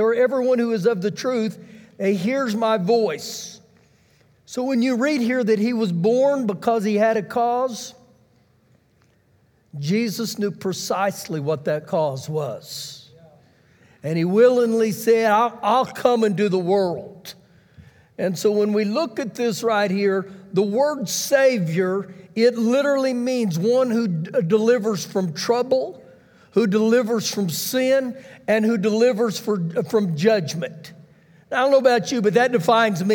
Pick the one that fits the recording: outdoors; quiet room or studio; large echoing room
large echoing room